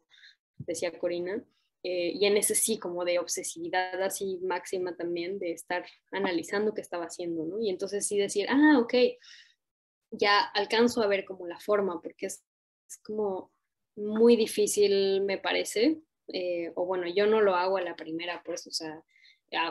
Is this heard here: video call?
yes